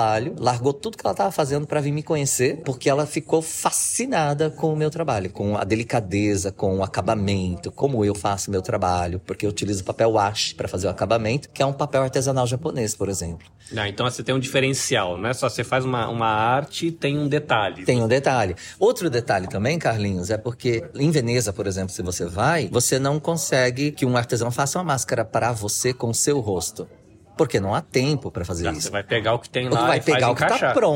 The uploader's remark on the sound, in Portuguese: As entrevistas foram gravadas no dia 16 de Junho no Create Hamamatsu durante exposição organizada pelo grupo.